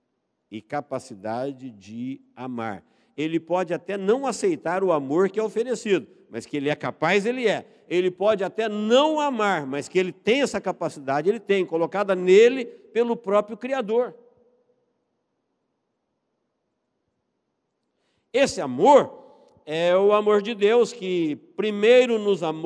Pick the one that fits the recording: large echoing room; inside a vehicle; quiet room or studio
large echoing room